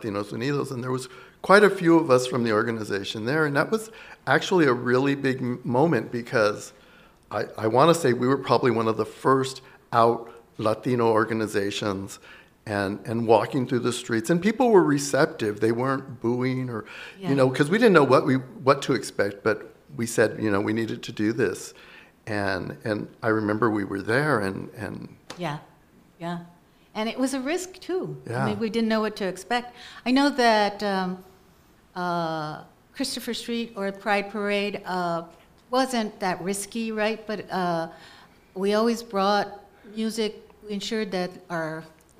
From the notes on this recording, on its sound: Together On the Air: LIVE on Radio, co-presented by dublab and ONE Archives Foundation. This show was recorded in front of a live audience as part of ONE Archives Foundation’s latest exhibition Together On the Air. Radio GLLU co-hosts reunited on air.